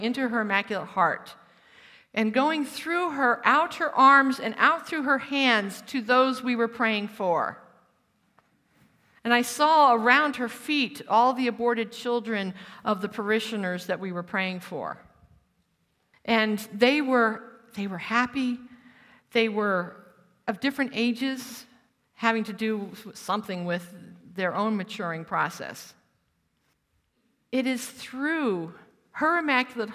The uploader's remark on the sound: Originally recorded as a live retreat in New Zealand